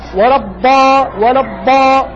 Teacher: دال صبغت بالتفخيم والاستعلاء فخرجت دال المفخمة